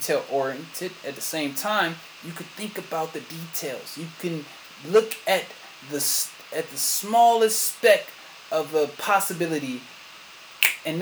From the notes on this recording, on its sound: Sorry for the sound.